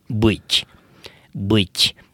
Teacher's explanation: És hát valóban valamennyire hasonlít, mert fönt van a nyelv ilyenkor a szájnak a tetején, tehát zárt magánhangzó, de középen van, érdekes mondani, se nem hátul, mint az U, se nem elől, mint az I, úgy szoktuk mondani, hogy centrális magánhangzó · fönt van a nyelv ilyenkor a szájnak a tetején, tehát zárt magánhangzó, de középen van, érdekes mondani, se nem hátul, mint az U, se nem elől, mint az I, úgy szoktuk mondani, hogy centrális magánhangzó, azért tehát, mint oroszul mondjuk lenni, például bütty, bütty.